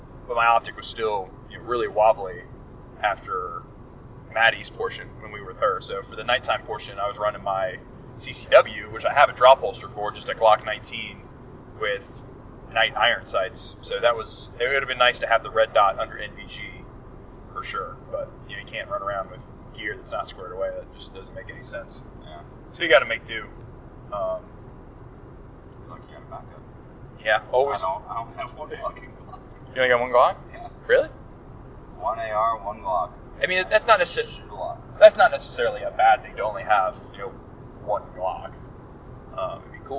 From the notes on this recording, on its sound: In this episode, we are driving back from the 2022 Deliver Fund Range Day. Whatever else comes to mind during the drive.